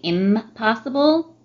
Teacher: So we have a little bit in English when you have prefixation of, say, like, un or in with a word that begins with a bilabial and then it changes the N to an M. So instead of impossible, we say impossible. · Term: nasal substitution